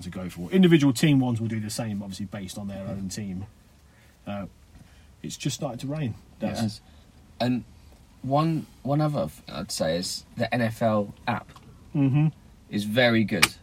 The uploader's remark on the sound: We are back sitting in the van